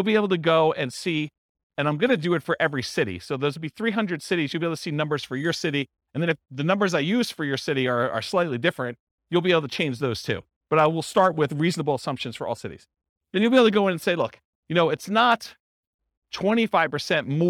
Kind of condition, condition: setting, live audience